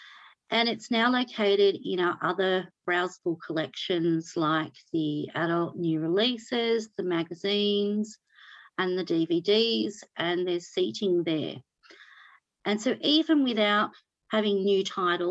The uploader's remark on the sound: Our first live ALIA Graphic webinar. Will join us live from the US.